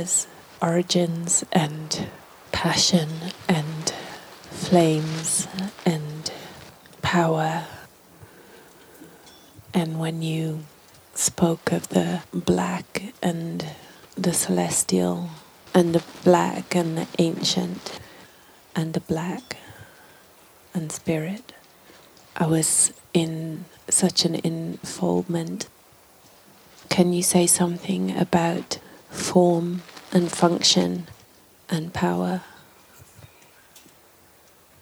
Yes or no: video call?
no